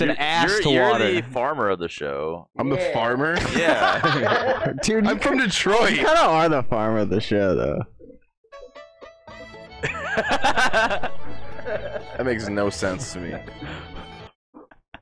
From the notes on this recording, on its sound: The audio is sorta weird on this one